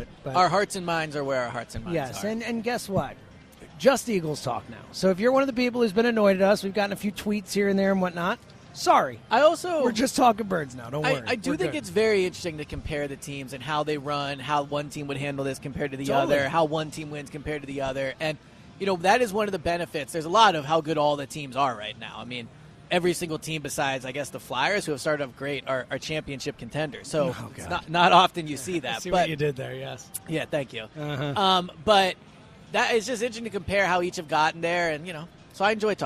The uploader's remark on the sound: live at Parx Casino